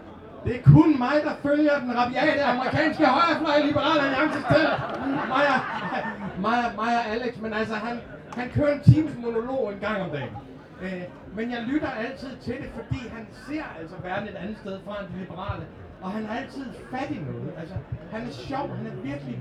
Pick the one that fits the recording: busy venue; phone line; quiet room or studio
busy venue